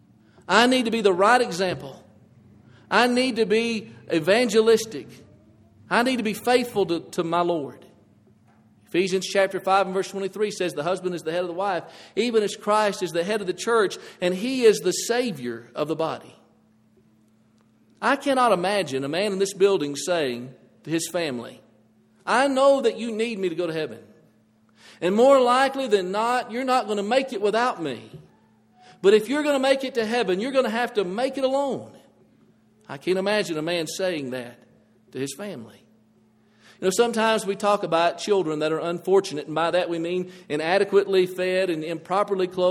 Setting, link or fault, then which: setting, large echoing room